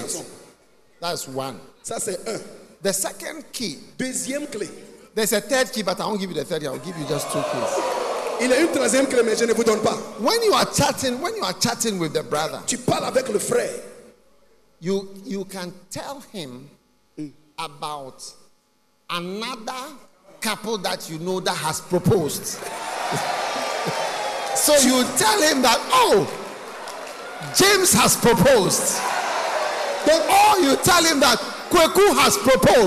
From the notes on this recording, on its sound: Preached at The Maintenance of the Aim Conference, from 17th November to 19th November, 2021 at The Truth Cathedral, Dawhenya-Ghana.